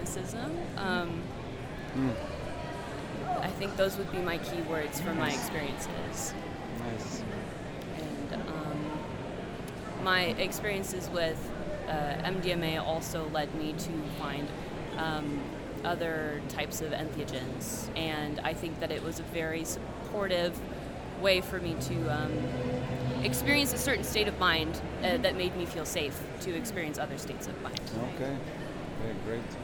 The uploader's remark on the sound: These interviews were recorded at the historic Psychedelic Science 2023 conference in Denver